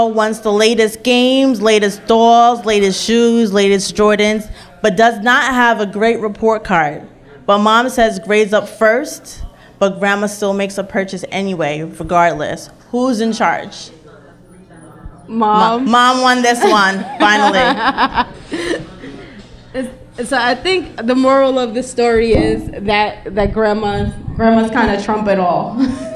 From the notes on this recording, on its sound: A LIVE broadcast via their Pre Mother’s Day Brunch along with Nelli’s Kitchen and VIBE Vixen at Embassy Lounge in Long Island City. Listen as the audience decides who wins in various "grandmas vs mothers" scenarios.